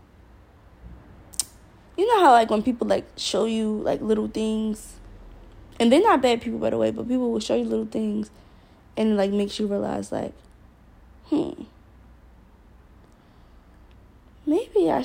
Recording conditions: sounds in the background